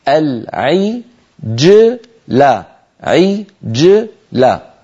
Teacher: العجلة، جيم ساكنة قبلها مكسور بعدها مفتوح، علينا أن ننطق هذا الجيم غير متأثرة، لا بالكسرة قبلها ولا بالفتحة بعدها